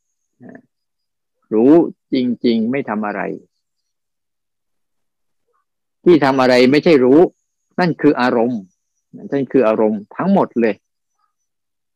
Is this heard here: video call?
yes